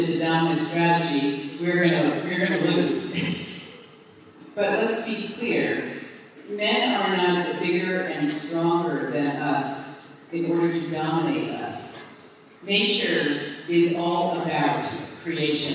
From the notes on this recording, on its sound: Delivered in Shanghai on May 14, 2017 to 1000 women at the International Elite Women's Forum. The speech was delivered in English (with direct translation into Chinese which has been cut out here for easier listening.)